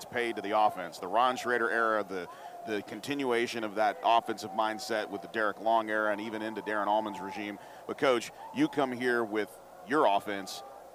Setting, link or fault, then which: setting, busy venue